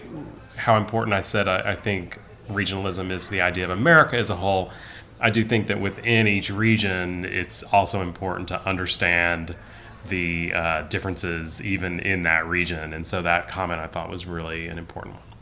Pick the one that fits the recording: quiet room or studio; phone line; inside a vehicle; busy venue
busy venue